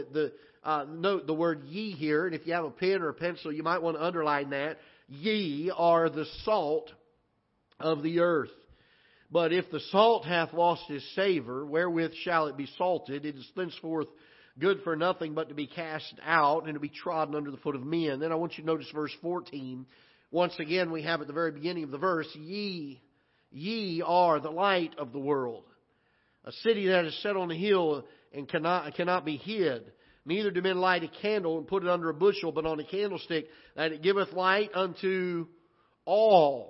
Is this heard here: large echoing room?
yes